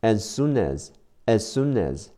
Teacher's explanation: soon 的最后一个字母 n 会和第二个 as 的 a 连在一起